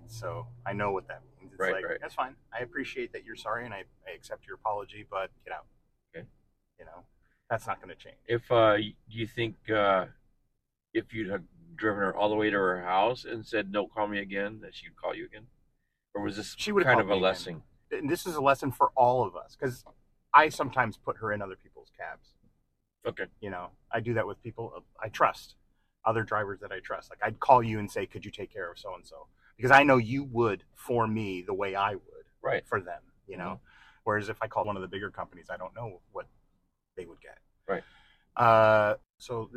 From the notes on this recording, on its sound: the candid audio of an actual taxi ride